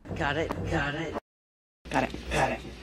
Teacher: Got it, vinculando con la R suave